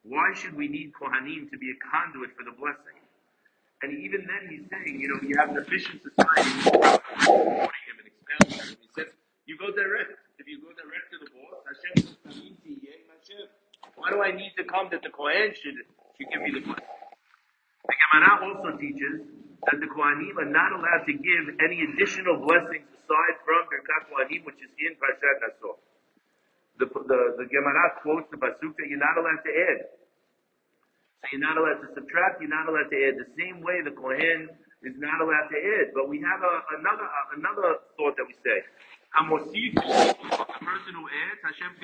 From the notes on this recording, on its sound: Apologies as the recording goes in and out